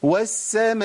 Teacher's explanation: نبص نلاقي فيه ترعيد لحرف المد